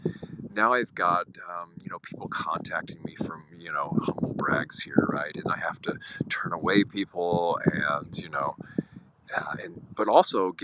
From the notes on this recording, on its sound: Insight Timer live event. In the less than ideal recording environment of the windy English countryside.